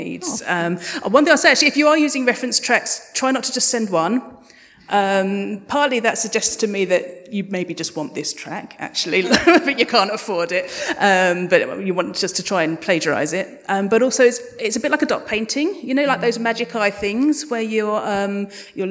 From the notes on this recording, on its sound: LIVE AT ADH PODFEST 2022. To all the audience who attended, asked and answered questions, shared your top 3 audio fic shows, thank you heartily. It was WONDERFUL to do this show live.